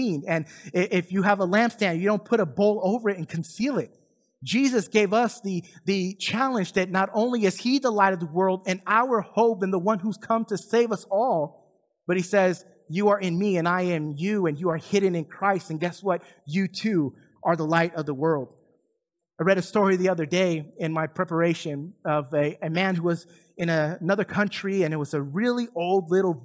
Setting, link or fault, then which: setting, large echoing room